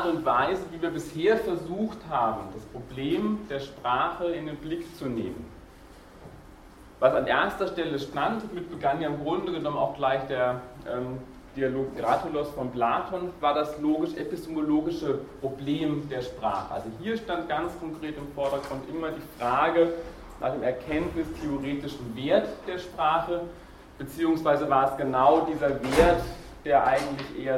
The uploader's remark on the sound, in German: Diese Vorlesung wurde von Studierenden aufgenommen